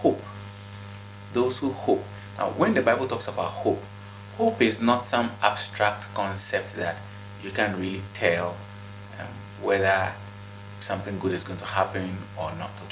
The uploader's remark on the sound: Kindly pardon the background noise.